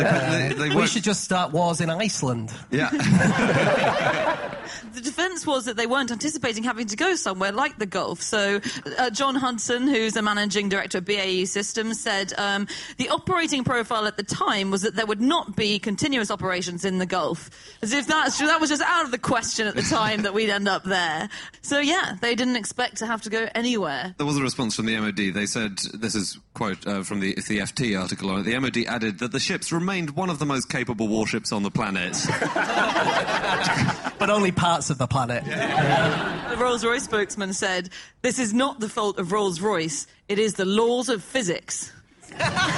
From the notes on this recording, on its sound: Live from the Udderbelly Festival